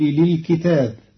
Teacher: كطي السجل للكتب. قرأ قالون كلمة للكتب بكسر الكاف وفتح التاء مع ألف بعدها، فتصير كطي السجل للكتاب، أي كطي الصحيفة على المكتوب فيها.